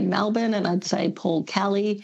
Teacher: Melbournians pronounce some E's as A's, as in …, Melbourne · Term: switching their vowels